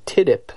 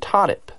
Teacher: a front vowel sound, like the I in tidip, and one with a back vowel sound, like the ah in todip